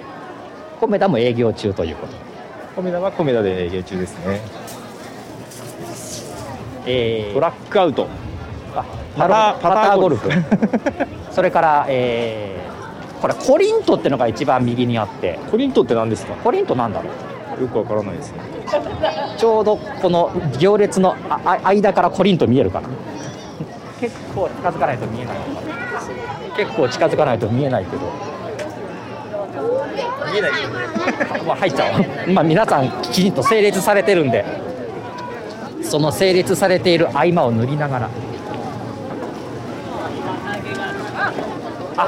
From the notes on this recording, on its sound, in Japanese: 初めての対面収録です。覚王山の日泰寺参道で行われる「覚王山春祭2023」を歩きながら収録しています。